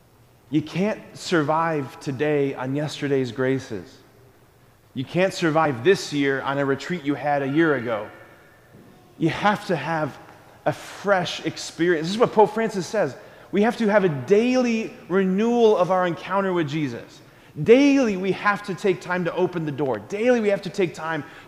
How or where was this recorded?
large echoing room